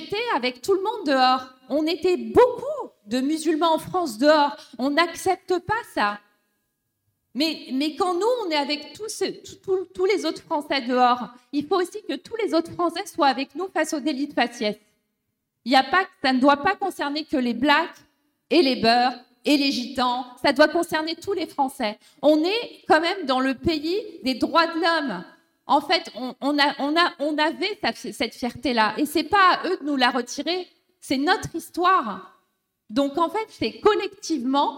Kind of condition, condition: setting, live audience